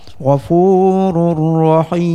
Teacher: apabila waqaf dengan bacaan berhenti waqaf mad arid disukun panjang 3 alif 6 harakat, dan apabila wasal kembali mad asli panjang 2 harakat, mim kembali berharakat.